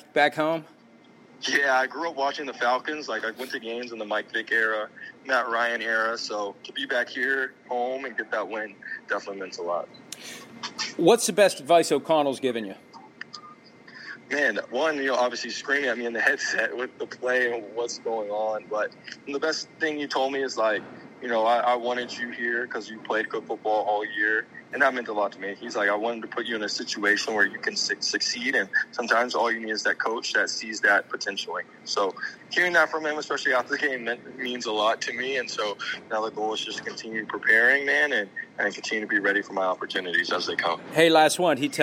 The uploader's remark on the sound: Chats by phone with the following players following their week 9 wins.